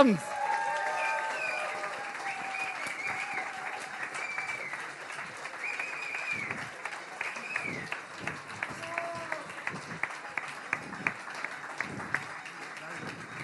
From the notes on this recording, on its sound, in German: Sechs Reporterinnen und Reporter treten zum Wettstreit an, wer am unterhaltsamsten von einer Recherche erzählen kann. Ein Mitschnitt des Realsatire Reporterslams zusammen mit piqd.de und detektor.fm.